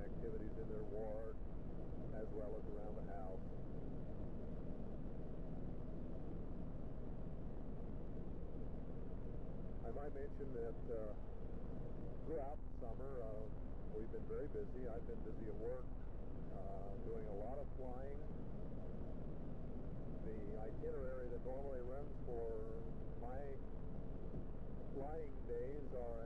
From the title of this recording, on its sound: Driving home from work